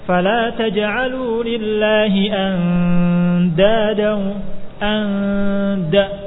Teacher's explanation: Makhrajnya huruf dal, ujung lidah dengan tempat tumbuhnya gigi atas. Anda, lidah didekatkan kepada makhraj huruf ikhfanya, mempersiapkan kepada makhraj huruf ikhfanya.